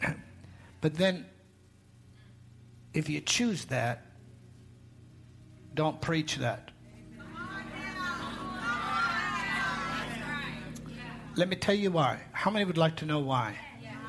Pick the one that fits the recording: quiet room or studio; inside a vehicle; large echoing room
large echoing room